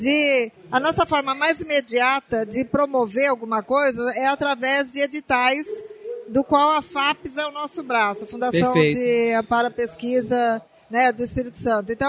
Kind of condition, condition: setting, busy venue